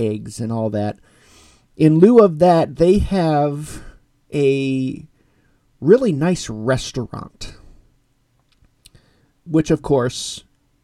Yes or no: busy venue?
no